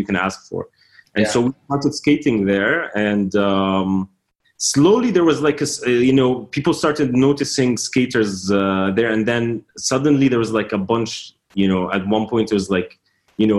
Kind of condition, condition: link, video call